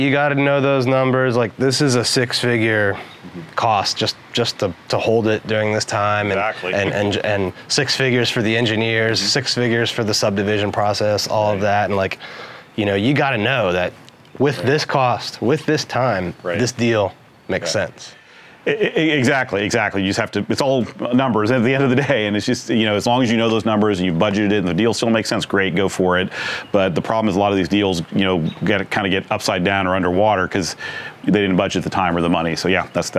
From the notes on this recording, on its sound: Broadcast live from the site of a property that’s about to be demolished. Broadcast live from the site of a property about to be demolished.